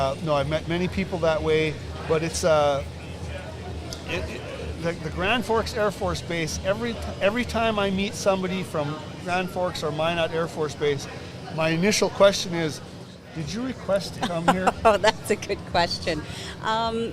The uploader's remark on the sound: Forks Sports Highway is live from the Greater Grand Forks Fairgrounds!